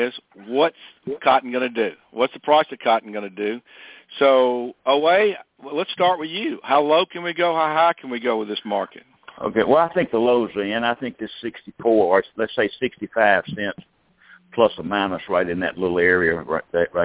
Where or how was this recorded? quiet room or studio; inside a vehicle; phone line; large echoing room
phone line